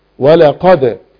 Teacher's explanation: قلقلي الحرف الدال من غير ما تكسري الحرف، ولقد، لأن القلقلة، القلقلة مائلة إلى الفتح أو حرف ساكن لا ننحو به إلى فتح أو كسر.